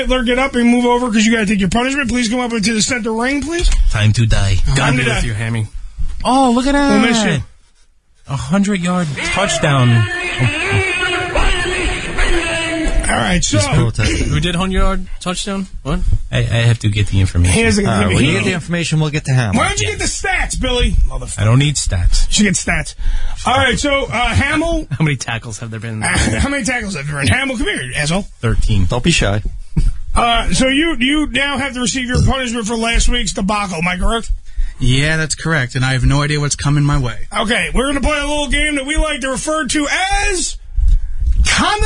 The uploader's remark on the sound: GOOM Radio. Is on The Phone!